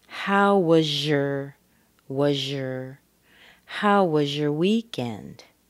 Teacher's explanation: the Z sound plus the Y sound gives us zh